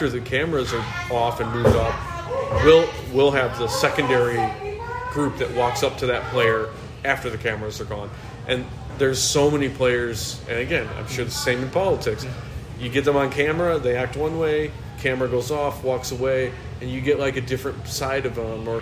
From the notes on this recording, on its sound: We recorded at a downtown bar in early April during opening week of the brand new 2023 regular season and just a few hours following the postponement of a Cubs-Reds game due to rain.